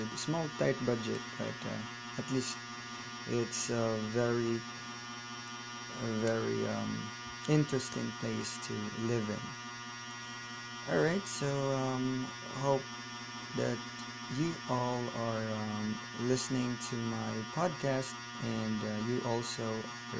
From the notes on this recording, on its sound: sorry for the background noise its my ceiling fan